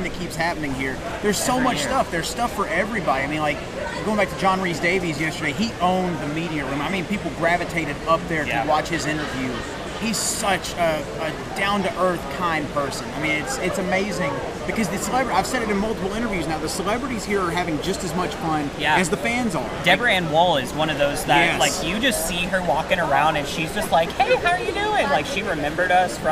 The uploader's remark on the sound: interviews from the convention floor